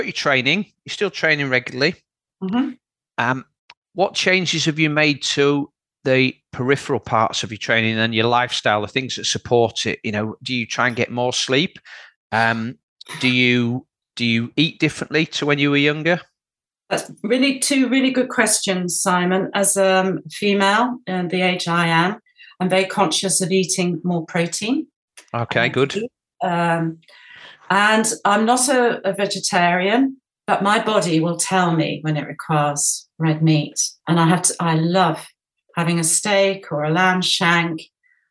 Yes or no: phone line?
no